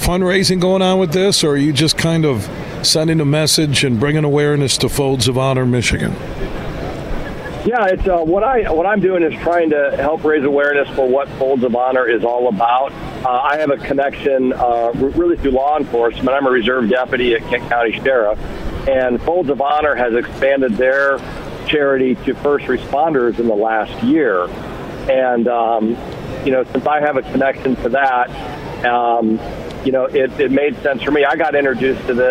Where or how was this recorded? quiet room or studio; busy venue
busy venue